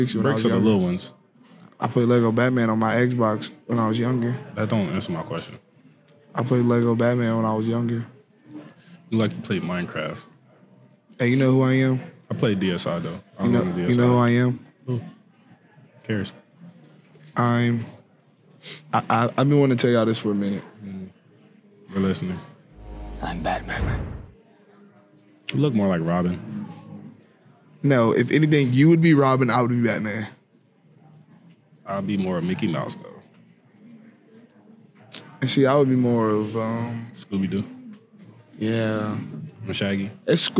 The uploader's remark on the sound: Recorded at Eskimo Joe's